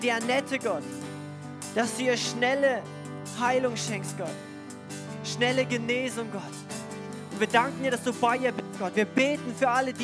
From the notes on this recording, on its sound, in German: Diese Folge wurde am Sonntag den 26.09.2021 in der Gemeinde Kaleo Schopfheim aufgenommen.